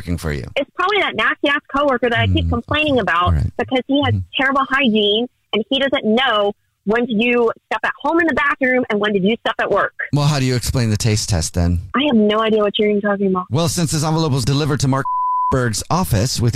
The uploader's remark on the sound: wake up with The Jubal Show, phone prank style